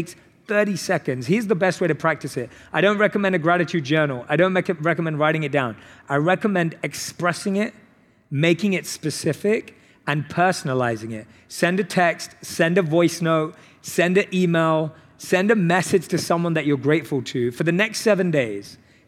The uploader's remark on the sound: on stage at In goop Health